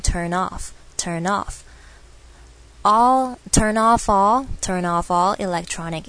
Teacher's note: 有听到 turn off 一个 off all，它也是一个连音